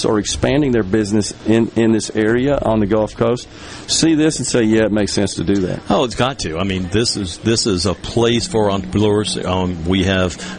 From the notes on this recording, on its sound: LIVE from the Biloxi Town Green for the 26th annual Cruisin' the Coast. He is joined by a variety of guests - from local business leaders to elected officials and everyone in between!